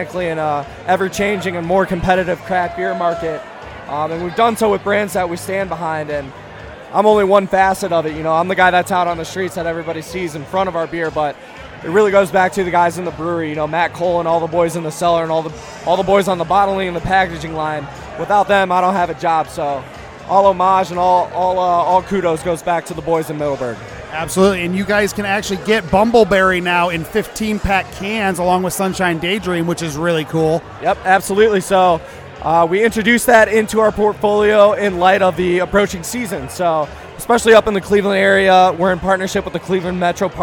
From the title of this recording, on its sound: Live From Medina Beer Fest